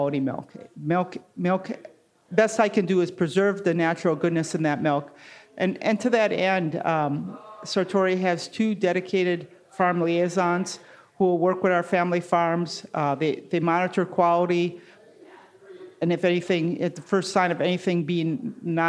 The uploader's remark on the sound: Recorded live in the Podcast Lounge at the Art of Cheese Festival in Madison, Wisconsin.